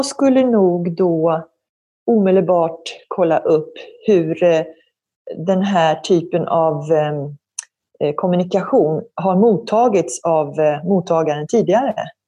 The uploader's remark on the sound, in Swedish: Samtalet spelades in via Zoom